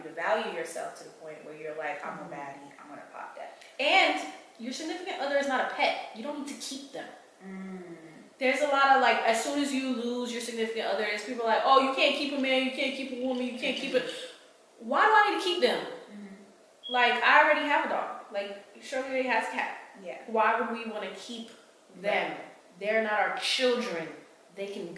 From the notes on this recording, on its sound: This episode has some audio issues but we move.